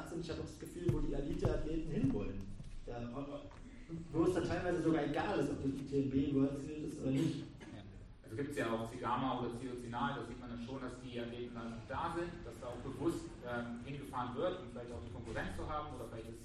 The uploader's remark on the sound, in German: Ein Audiomitschnitt der TRAIL-AWARDS im Feierwerk München. Live-Podcast.